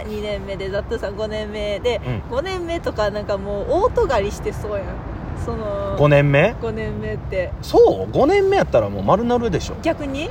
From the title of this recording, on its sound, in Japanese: 野外のため雑音多め